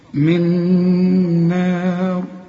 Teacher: النون اللي بقول لك استعمل فيها لسانك اهي، من نار، الضغام كامل بغنى هنا، شوف من نار، والنون هنا مرققه والمد بتاعها كمان مرقق، والراء هنقف عليها مفخمه